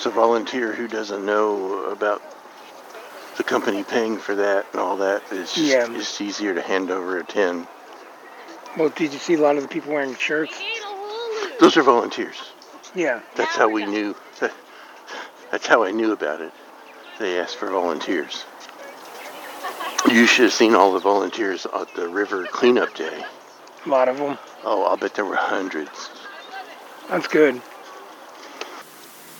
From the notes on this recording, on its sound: We are going Walking With Wildlife at the Great Plains Nature Center.